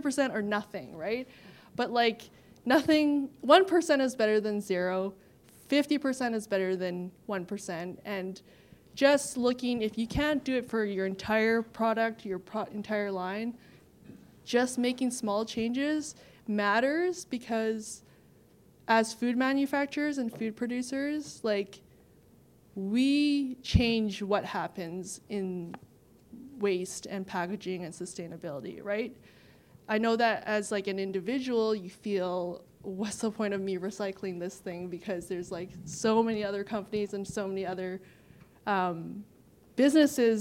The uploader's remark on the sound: Achievement Awards Panel – Part 2 (2022 AWESOME Conference). Panel chat that was recorded live at the 2022 AWESOME Conference.